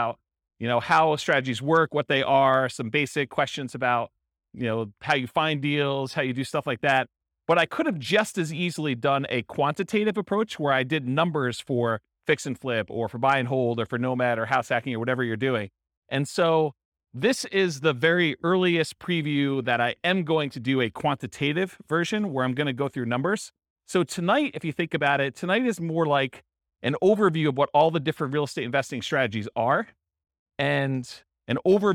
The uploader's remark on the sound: Real estate entrepreneurs in Evansville, Indiana. This was a live class recorded.